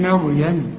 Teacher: احنا بنرقق الميم ونفخم الراء